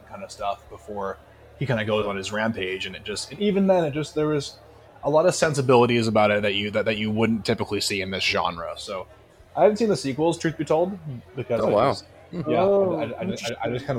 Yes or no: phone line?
no